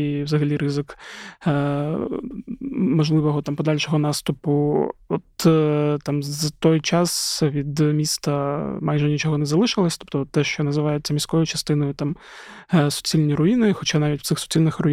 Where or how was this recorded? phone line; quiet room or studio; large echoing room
quiet room or studio